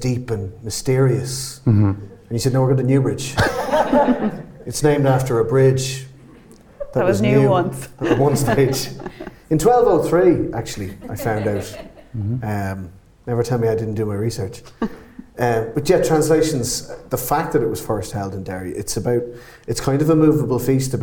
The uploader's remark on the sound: Motherfoclóir was invited to the Kildare Readers' Festival in Newbridge in October, and this episode is the recording of that show.